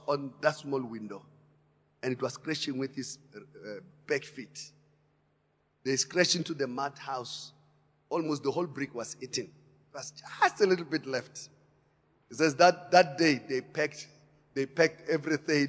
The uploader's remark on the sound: Preached at Emmanuel Christian Church, Arcadia Campus On the 07th of September 2018.